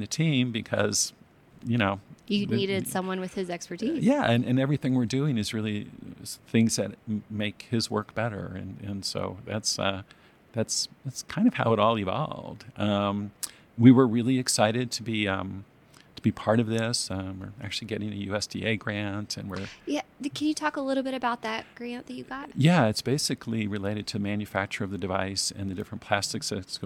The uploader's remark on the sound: Recorded in Salt Lake City, Utah, at the 2024 American Farm Bureau Federation National Convention.